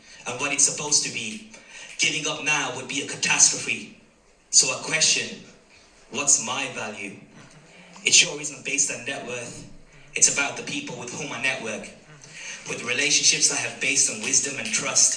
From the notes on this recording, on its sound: live performance at poetry jam in Waylands Yard in Birmingham